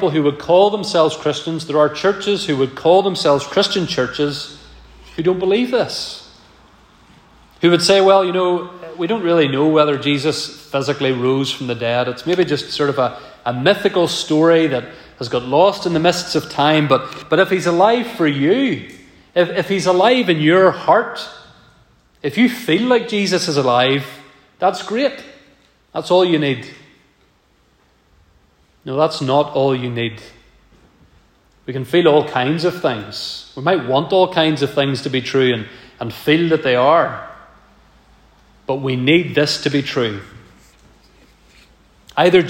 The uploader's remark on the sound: This message was preached at our first Autumn Guest Service of 2023.